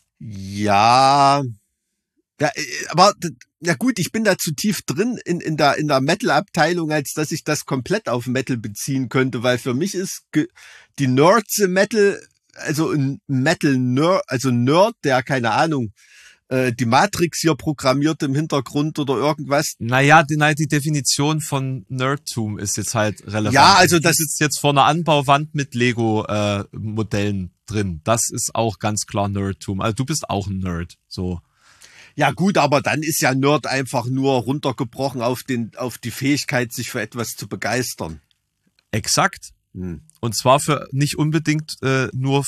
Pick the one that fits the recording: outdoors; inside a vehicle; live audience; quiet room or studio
quiet room or studio